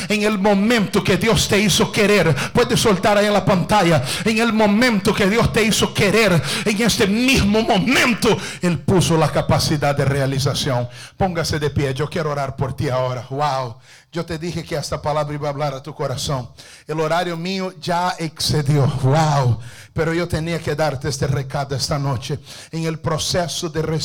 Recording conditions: large echoing room